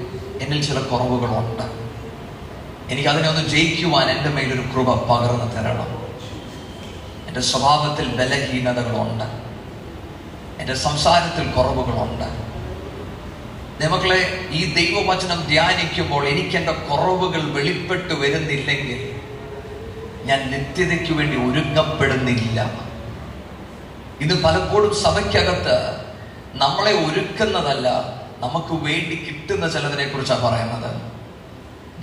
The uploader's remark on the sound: Sermon preached at IPC Tabor church.